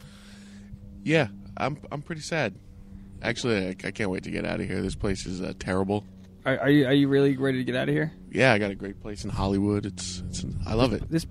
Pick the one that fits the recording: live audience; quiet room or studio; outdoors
outdoors